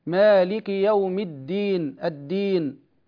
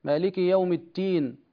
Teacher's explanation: مالك يوم الدين، طبعا هنا الدال حرف مجهور، الدال حرف مجهور، الفرق بينه وبين التاء شيء بسيط، وهو أن الدال مجهورة والتاء مهموسة، التاء مهموسة، وبالتالي لو تهاون القارئ في جهر الدال صارت تاء، مالك يوم التين.